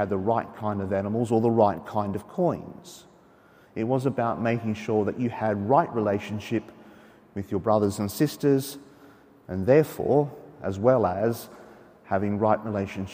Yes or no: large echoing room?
yes